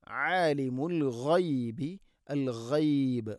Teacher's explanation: عالم الغيب الغيب غين عالم الغيب غين തൊണ്ടയുടെ മുകൾ ഭാഗമാണ്. عالم العيب എന്ന് പറയരുത്.